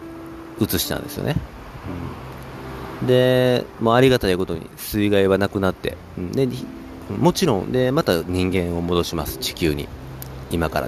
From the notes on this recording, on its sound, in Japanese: 朝の公園を生活圏にしている犬の散歩や卑猥な体操をする爺さん婆さんや徘徊する老人、そして適度な雑踏のなかポッドキャストを録音したくて右往左往する僕。